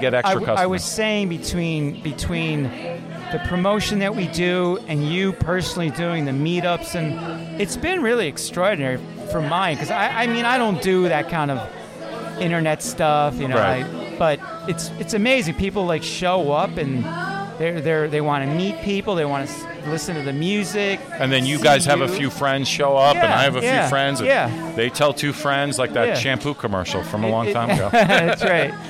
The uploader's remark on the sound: Bistro Mediterranean and Tapas Bar Remote. Offering live music on the patio.